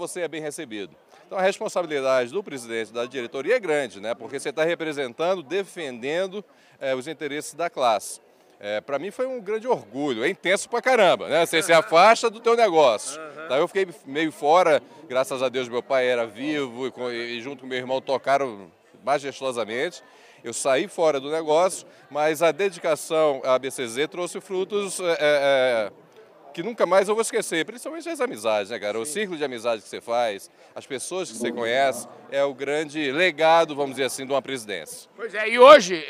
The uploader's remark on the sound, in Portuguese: durante a cerimônia de abertura oficial da ExpoZebu 2023